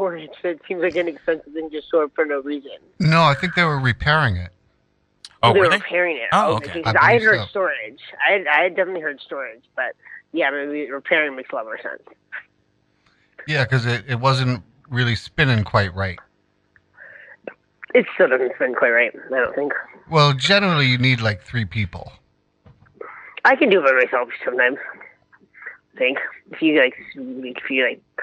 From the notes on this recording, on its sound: phoned in from the shelter